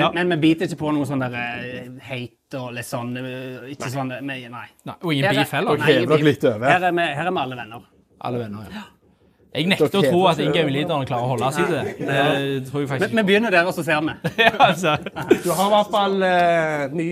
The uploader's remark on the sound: Live fra kickoff i 3.div på Haven.